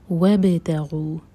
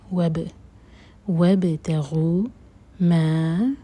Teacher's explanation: با پر قلقلہ کریں گے، با کے مخرج کو ٹچ کریں گے اور باؤنس کریں گے